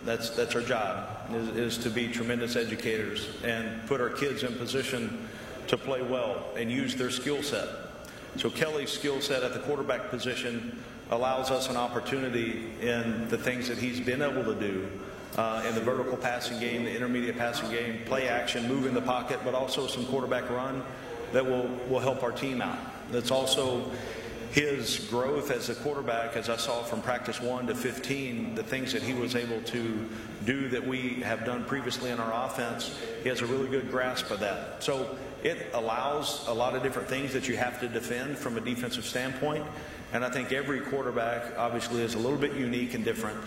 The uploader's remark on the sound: Main Room Press Conference